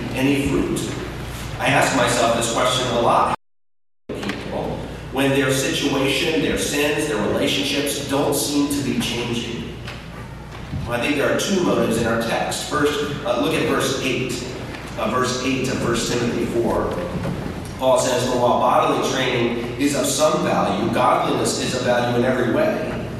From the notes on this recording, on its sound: We apologize for the poor audio quality